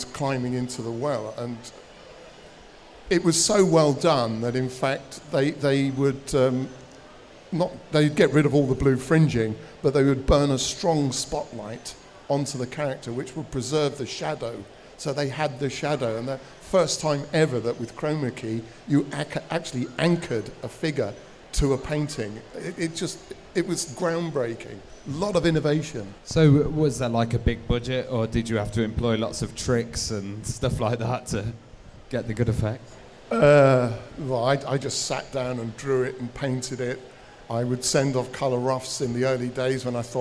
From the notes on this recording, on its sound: live panel from PLAY Expo London